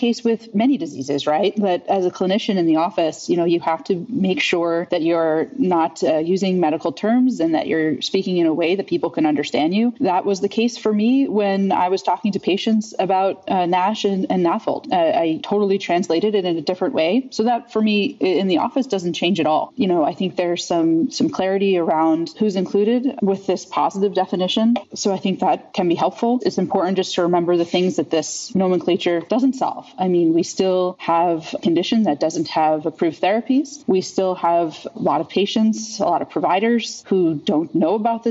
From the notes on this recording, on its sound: Surfing NASH delivered an additional wrap-up session on-site in Vienna as a part of its real-time coverage of a truly thought-provoking EASL Congress 2023 . This is the first of four conversations held after the Saturday late breakers.